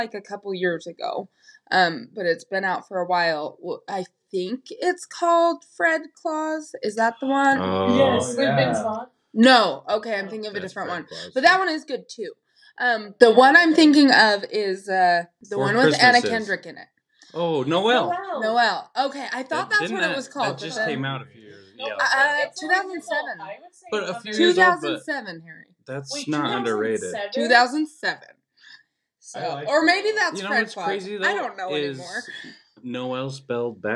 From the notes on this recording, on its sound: We know the audio quality is not great and we apologize for that. This was our first time recording in the same room!